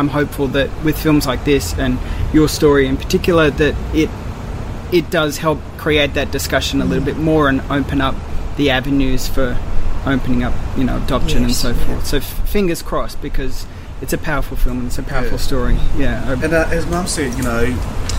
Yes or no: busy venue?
yes